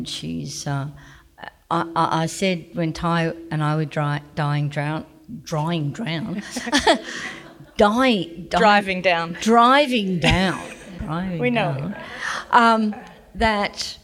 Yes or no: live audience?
yes